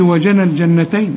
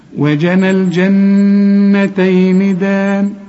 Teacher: تقول وجنل، وجنل يعني بشبك النون مع اللام، وجنل جنتين. لكن النون التانية اللي عليها الشدة لازم تغن · Shown in: second take